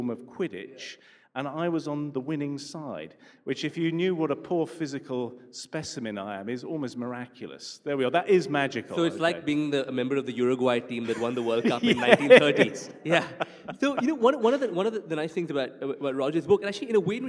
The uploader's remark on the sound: A live session from #JaipurLitFest2020.